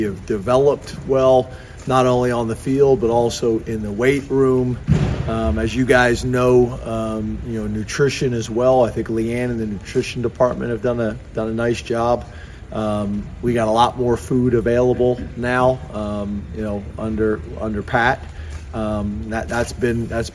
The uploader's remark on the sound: addresses the media in a press conference after practice